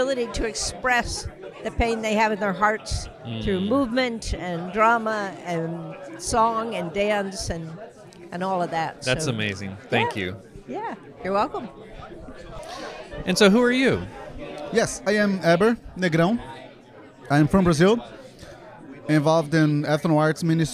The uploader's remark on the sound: GCAMM Conversations. The attendees really do come from all over the world. I decided to take my microphone on a little walk during lunch time, and just mosey on through the lunch tables and see who was willing to speak with me.